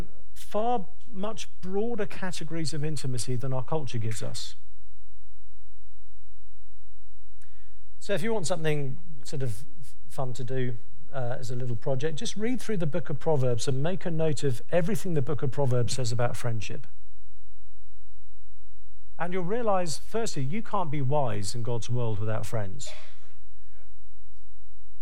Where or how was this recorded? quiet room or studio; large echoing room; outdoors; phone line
large echoing room